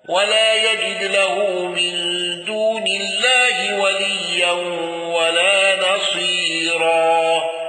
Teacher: الأزرق بالإشباع وترقيق الراء